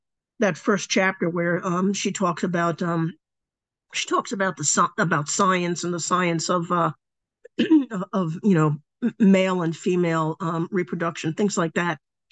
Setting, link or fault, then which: link, video call